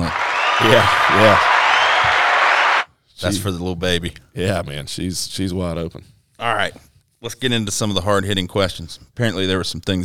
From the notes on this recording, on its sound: At the Southeast Regional Conference in Clemson, SC.